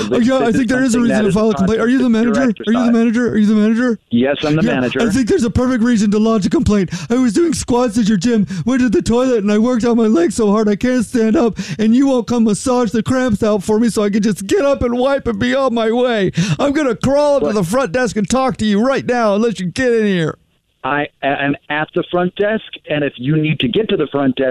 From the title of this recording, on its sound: calls the gym, from the gym in this Phone Prank!